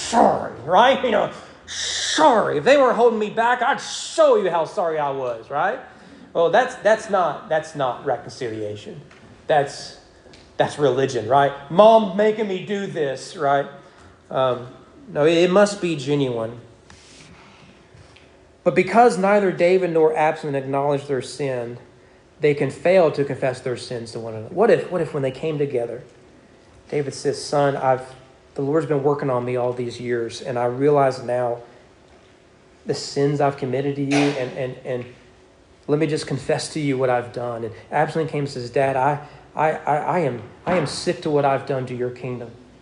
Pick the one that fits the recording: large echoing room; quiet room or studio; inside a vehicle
large echoing room